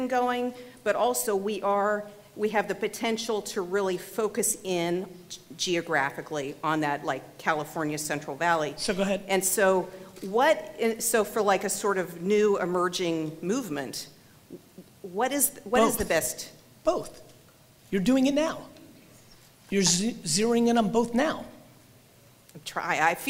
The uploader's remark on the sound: VidSummit 2018 Keynote. Today's episode is a throwback keynote from VidSummit 2018!